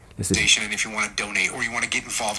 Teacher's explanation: It's not steady stream. There seems to be bursts of energy.